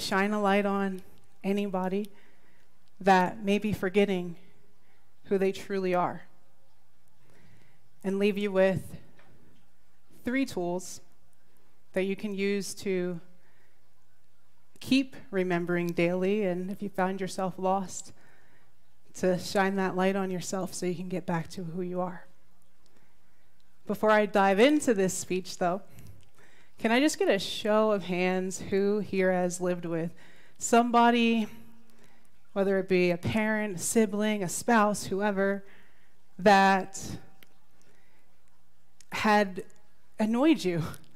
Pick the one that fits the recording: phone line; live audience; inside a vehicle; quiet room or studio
live audience